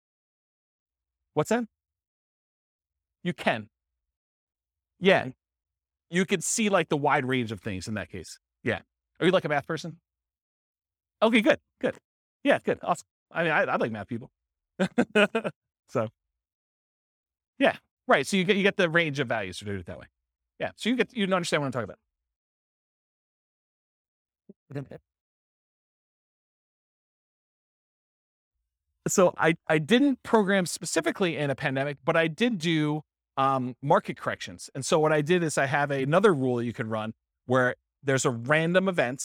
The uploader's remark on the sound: This was a live class recorded